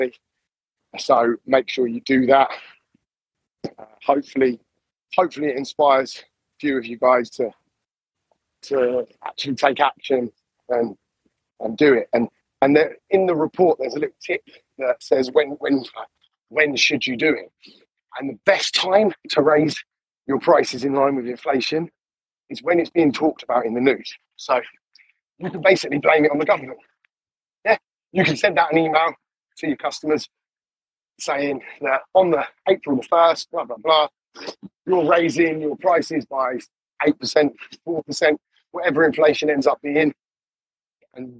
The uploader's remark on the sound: Poor audio but good info sorry. Poor audio guys sorry!